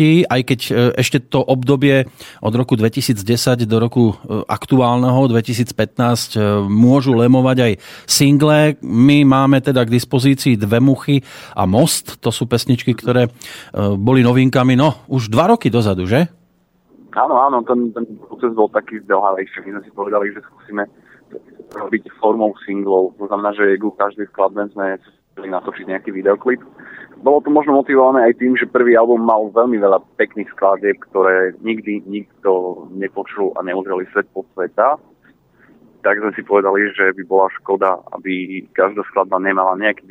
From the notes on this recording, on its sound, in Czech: telefonický rozhovor